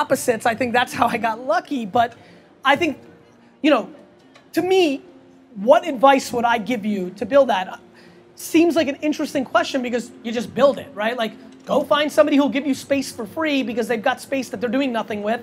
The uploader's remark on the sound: Interview at Startup Grind Los Angeles. At Expert Dojo's 3rd story deck on 3rd Street Promenade in front of a sold out crowd.